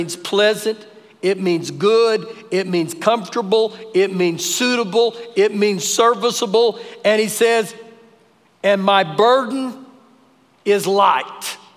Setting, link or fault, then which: setting, large echoing room